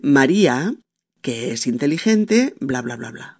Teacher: Quedaría como en suspensión la voz porque parece un inciso o una aclaración de María, porque después, si, si yo pongo coma después de citar el nombre de María, es como que voy a añadir algo más, voy a añadir un inciso o una explicación adicional sobre María o una acotación previa al verbo.